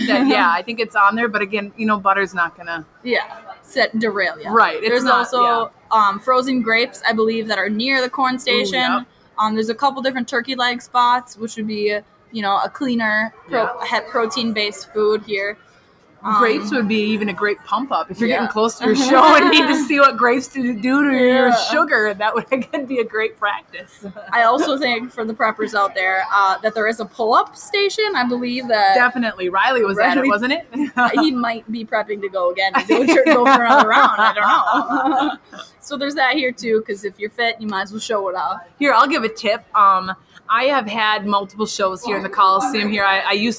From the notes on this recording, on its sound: Minnesota State Fair. We recorded this podcast AT THE FAIR.